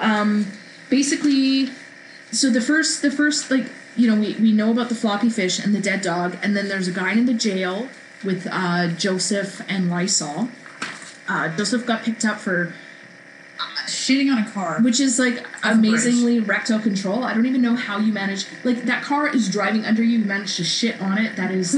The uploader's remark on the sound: Atmospheric background noise. No amount of filters could get rid of it. The awful damn buzzing.